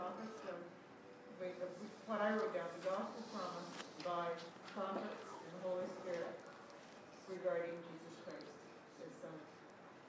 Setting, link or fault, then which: setting, live audience